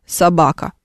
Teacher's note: У нас в слове собака, вот этот первый звук, он такой неопределенный, вот это вот Е перевернутое, вы знаете, так, такой звук есть, который непонятно, что это за звук, то ли А, то ли О, то ли...